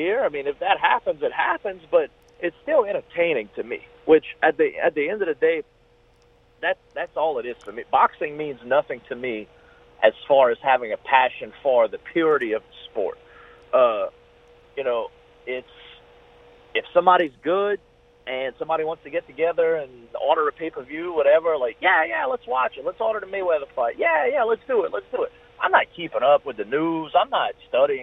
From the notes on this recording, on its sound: We then dive into the phones